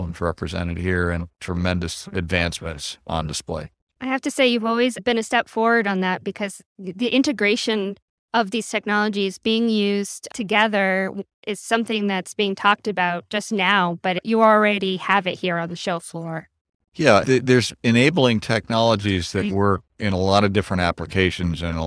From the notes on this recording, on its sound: Short podcasts taken from the show floor at XPONENTIAL 2022 in Orlando Florida.